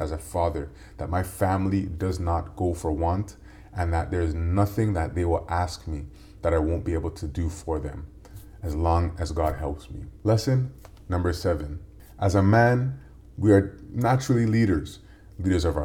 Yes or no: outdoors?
no